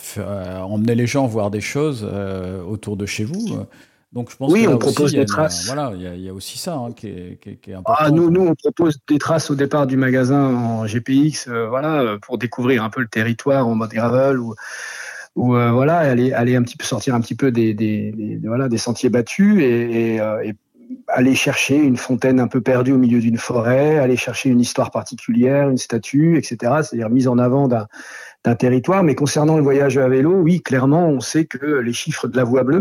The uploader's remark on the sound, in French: Nous avons dû refaire ce podcast, car mon premier enregistrement était totalement. Avec qui j’ai échangé par téléphone.